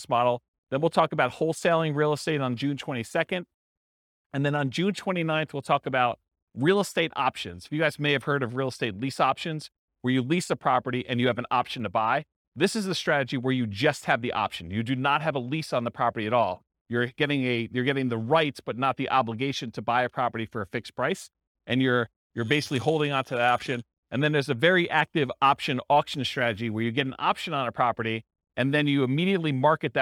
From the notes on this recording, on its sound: This was a live class recorded